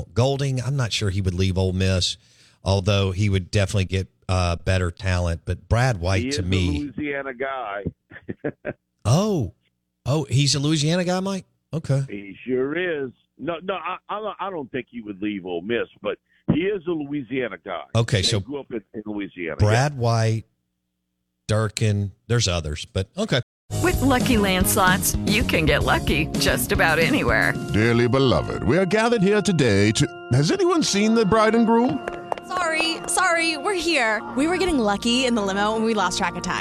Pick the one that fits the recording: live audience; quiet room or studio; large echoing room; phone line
phone line